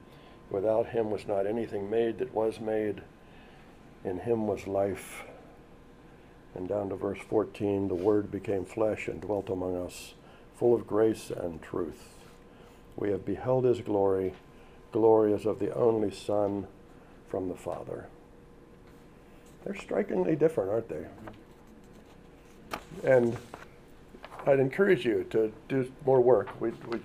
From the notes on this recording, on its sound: audio of a lecture delivered on Tuesday, March 29th